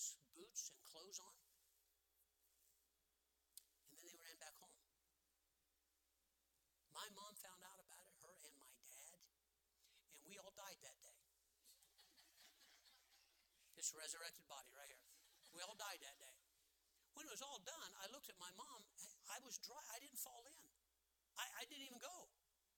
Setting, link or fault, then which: setting, large echoing room